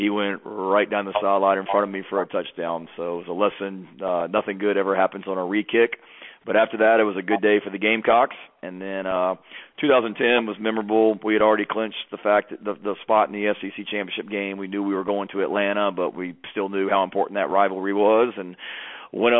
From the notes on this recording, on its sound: Sunday night conference call